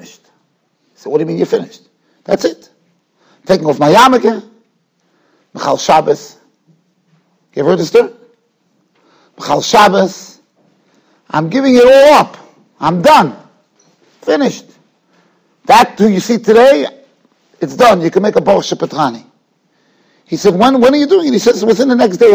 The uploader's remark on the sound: Shiur recorded in Yeshivas Ohr Reuven, Monsey, NY.